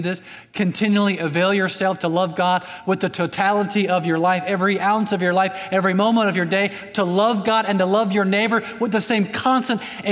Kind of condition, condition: setting, large echoing room